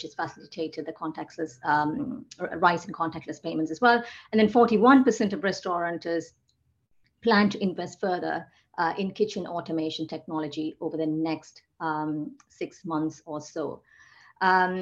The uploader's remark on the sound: On a recent Global Counsel event. This is a recording of one of our digital events.